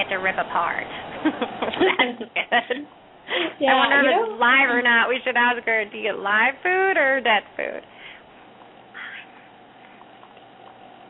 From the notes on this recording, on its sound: open up the lines for listeners to call